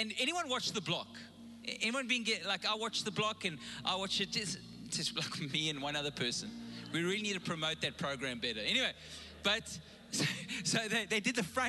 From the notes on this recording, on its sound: Recorded live on Sunday the 31st October 2021.